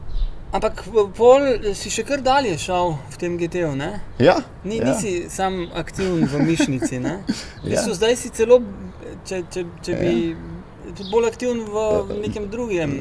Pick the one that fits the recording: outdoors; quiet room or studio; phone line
outdoors